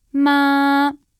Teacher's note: Realizzata nel primo tono, si pronuncia ma, un suono alto, continuo e lungo